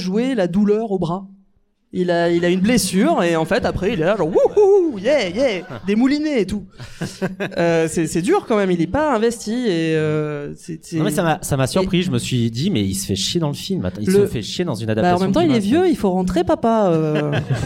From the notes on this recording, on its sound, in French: Cet épisode a été organisé avec ce collectif d’artiste dans le cadre du #PrintempsDesMousquetaires, événement qui se compose de cette émission qui a été enregistrée en public. Cet épisode a été enregistré au Majestic Passy , cinéma situé au 18 Rue de Passy, dans le 16ème arrondissement de Paris.